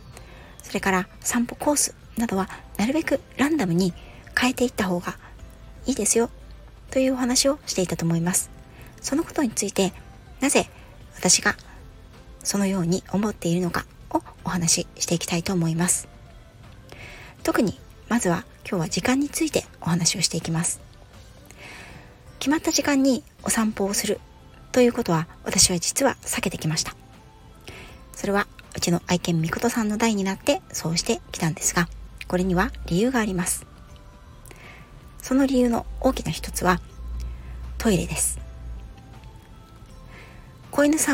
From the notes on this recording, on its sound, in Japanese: 屋外収録のため、雑音が多いです